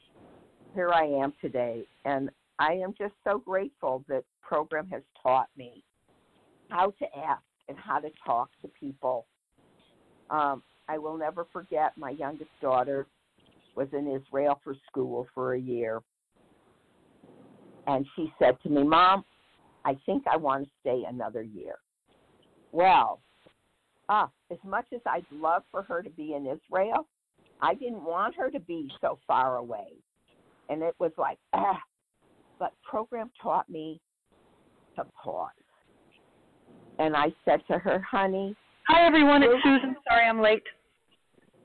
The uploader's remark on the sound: 100 Pounders Phone Meeting